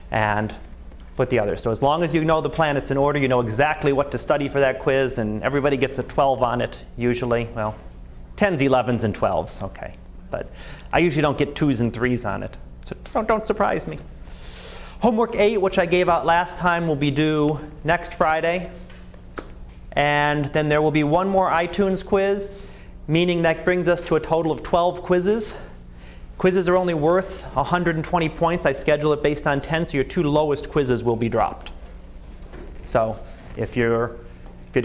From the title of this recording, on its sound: Live Class Lecture